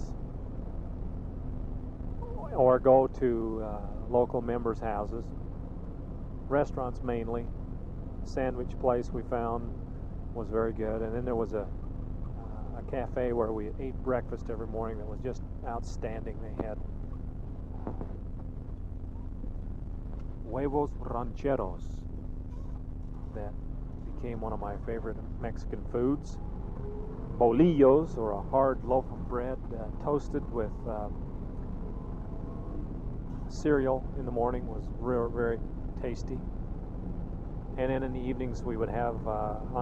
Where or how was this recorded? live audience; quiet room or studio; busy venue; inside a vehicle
inside a vehicle